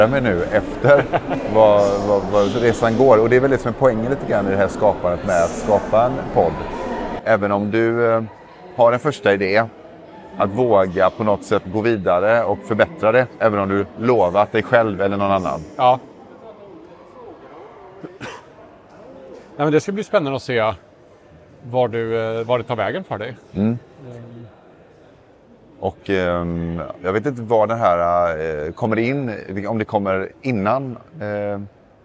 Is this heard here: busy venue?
yes